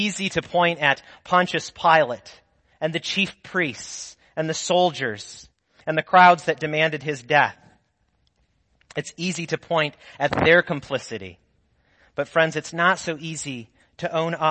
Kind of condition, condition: setting, large echoing room